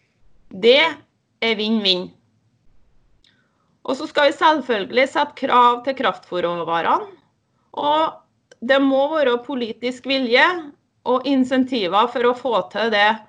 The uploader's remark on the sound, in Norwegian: Her kan du høre styreleders tale på årsmøtet i TINE 2020. Talen er holdt på Teams(digitalt årsmøte) og lydkvaliteten kan variere i enkelte deler av opptaket.